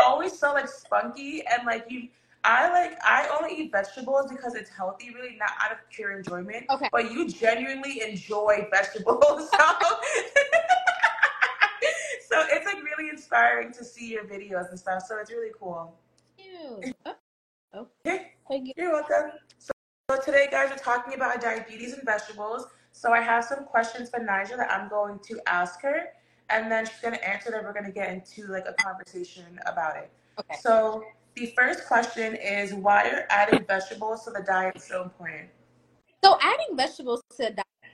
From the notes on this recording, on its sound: Sorry for the choppy sound quality. This live was supposed to be on TikTok but it gave us issues so last minute, we switched over to Insta and unfortunately the sound quality isn't the best.